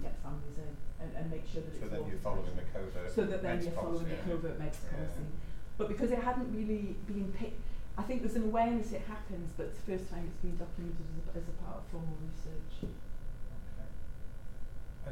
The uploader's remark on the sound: The Northern Mental Health Nursing Qualitative Research Forum meets three times a year. The following session was recorded at their second event on Thursday 13 October 2022.